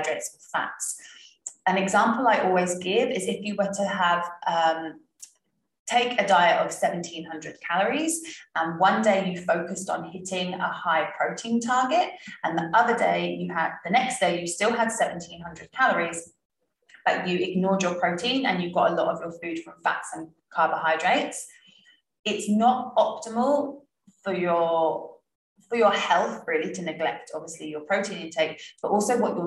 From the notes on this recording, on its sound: Last week I recorded a webinar for my members about the basics of nutrition. You won't get to see my animated face, but I thought releasing the audio would help.